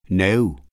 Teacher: Fronted mid-open first element